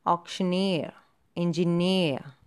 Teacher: So, the stress is on the last syllable.